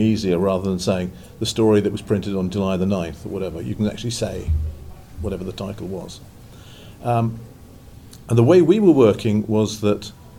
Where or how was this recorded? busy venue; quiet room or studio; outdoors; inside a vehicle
busy venue